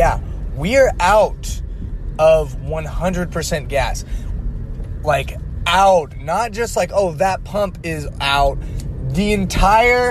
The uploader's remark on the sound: The audio quality of this one is not that great due to the fact I was on the road.